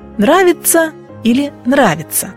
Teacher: Разницы при говорении не слышно, поскольку сочетание «ts» и там звучит как «ц». Поэтому невозможно в устной речи показать, стоит ли мягкий знак или нет.